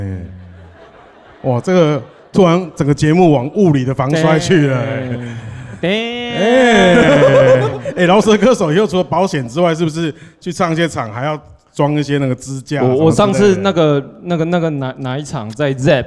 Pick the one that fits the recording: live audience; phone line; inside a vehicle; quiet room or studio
live audience